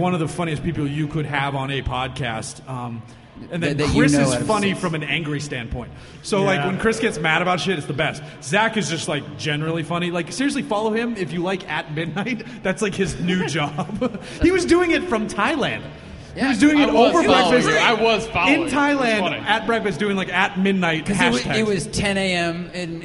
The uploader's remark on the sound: We decided to record this one in person. A handful of folks gathered at Four Sons Brewery in Huntington Beach, CA.